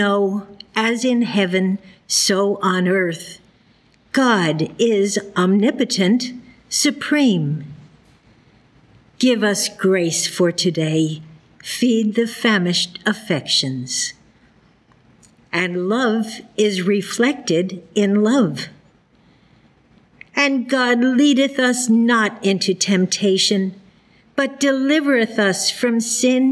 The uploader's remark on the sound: The Sunday service audio from September 10th, 2023